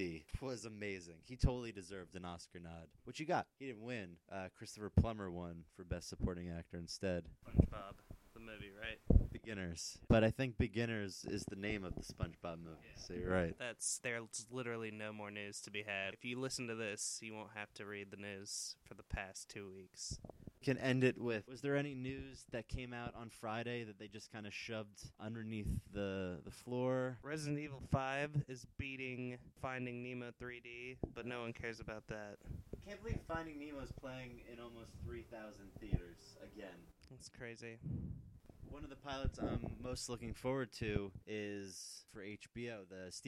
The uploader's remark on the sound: This is a test episode and there is only one microphone for the two hosts.